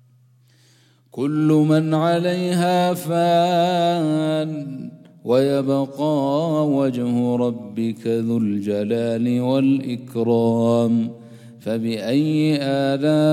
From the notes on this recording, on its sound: at the Houghton Masjid (West Street)